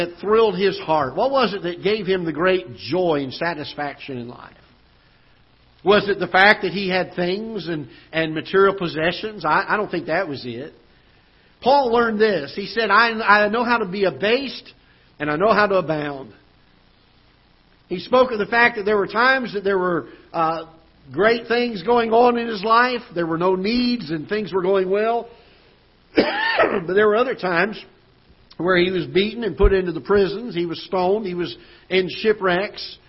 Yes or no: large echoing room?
yes